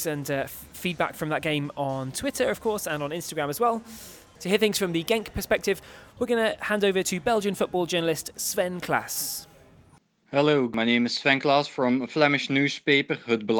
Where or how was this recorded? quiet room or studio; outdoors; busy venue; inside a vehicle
busy venue